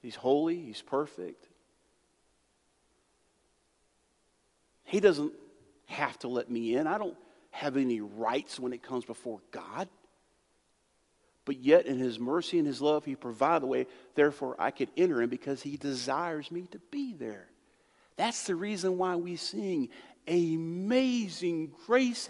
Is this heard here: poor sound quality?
no